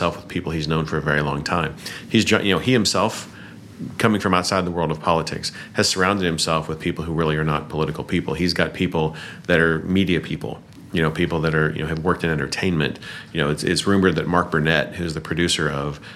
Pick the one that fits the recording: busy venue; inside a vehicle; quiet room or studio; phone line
busy venue